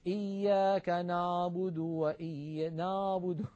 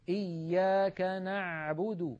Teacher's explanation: أريد أن أنبهكم على شيء، العين التي اعتدنا في أكثر العاميات المعاصرة أن ننطقها هي أعلى من العين الفصيحة. العين الفصيحة أعمق بقليل من العين التي اعتدنا أن ننطقها بالعاميات. · Shown in: second take · يعني مثلا كثيرا ما نسمع إياك نعبد نعبد، يعني الصوت إيش هذا نعبد، لابد من أن نعمقه، إياك نعبد هكذا العين الفصيحة.